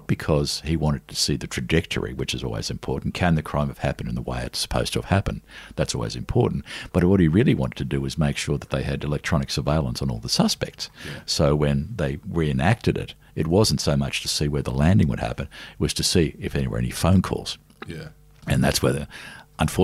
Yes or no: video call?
no